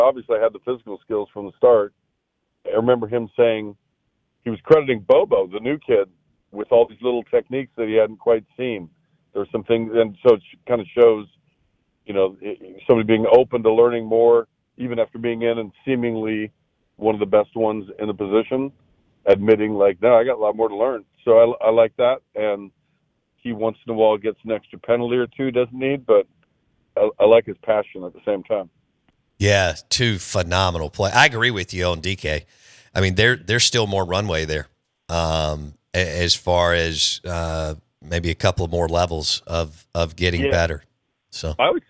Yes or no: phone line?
yes